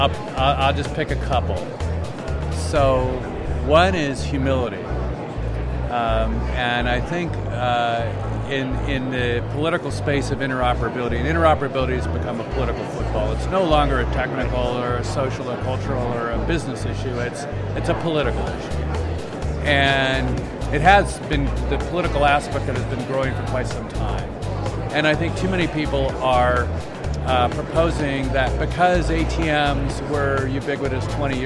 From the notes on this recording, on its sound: LIVE from #HiMSS16. In the LIVE from HiMSS16 series we were privileged to chat.